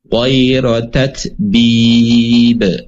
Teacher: Contohnya wa ma zaduhum ghayra tatbib bib. Nah, pantulan untuk qalqalah ini tidak menunggu jeda, tapi pantulannya spontan